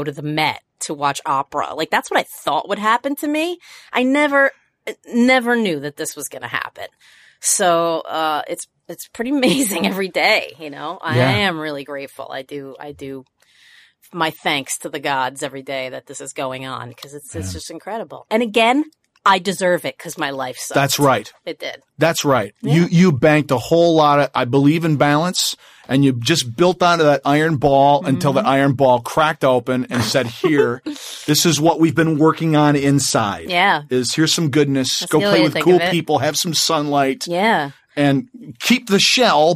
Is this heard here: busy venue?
no